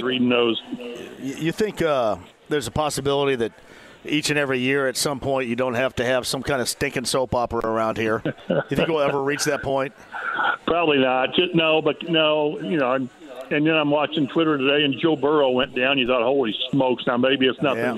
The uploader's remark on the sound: Live From Sullivan Hardware & Garden! He also takes a phone call.